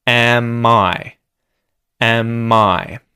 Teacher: we can connect the M in the auxiliary verb am to the I vowel sound